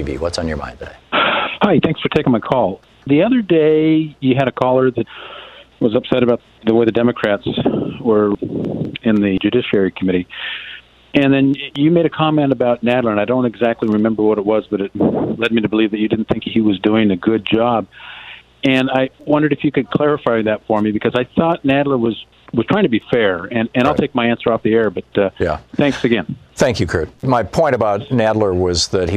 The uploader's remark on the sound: Listeners call